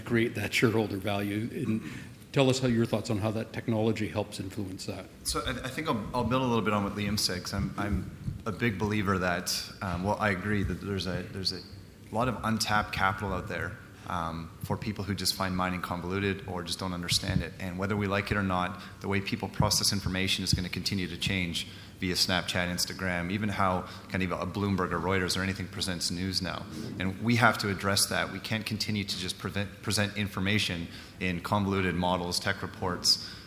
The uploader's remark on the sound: Recorded live at the Canadian Mining Symposium at Canada House in London, U.K., in April.